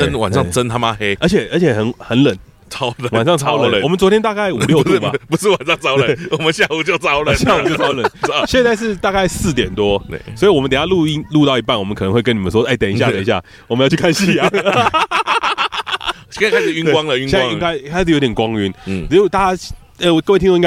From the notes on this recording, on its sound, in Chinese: 這次我們嘗試在野外露營+錄音但沒有露出。並且在大自然的薰陶中跟大家分享我們的旅程。